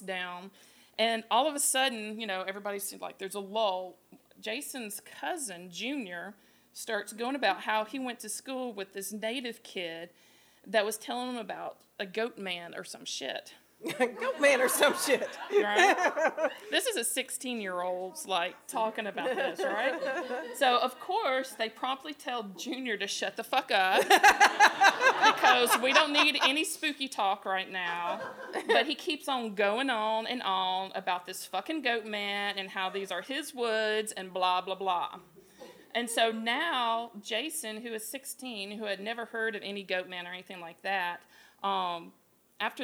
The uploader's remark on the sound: LIVE from the Goat Haus Biergarten in Montgomery, AL!